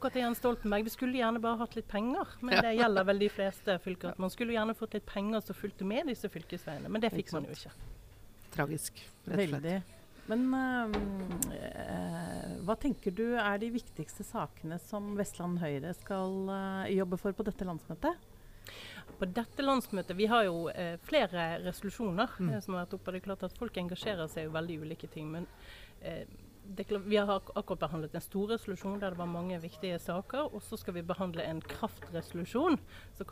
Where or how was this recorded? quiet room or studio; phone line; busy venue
busy venue